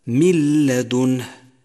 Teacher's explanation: أولا، أمثلة إدغام النون الساكنة أو التنوين مع حرف اللام: من لدنه، جاءت النون الساكنة وبعدها حرف اللام وهو حرف إدغام بلا غنة، أدغمت النون في حرف اللام تماما وشدد حرف اللام وانتفى أثر الغنة نهائيا، وصار النطق هكذا: من لدنه. · Term: الإدغام بلا غنة